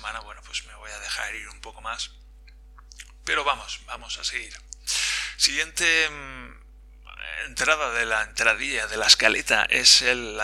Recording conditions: poor sound quality